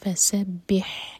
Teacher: اگر ها پڑھیں تو مینینگ بدل جائے گا حلق سے پڑھیں گے